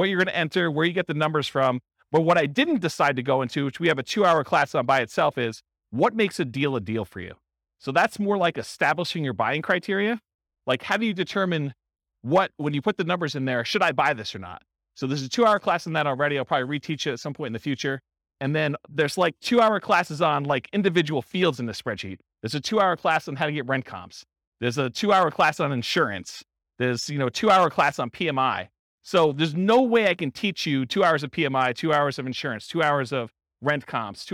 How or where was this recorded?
live audience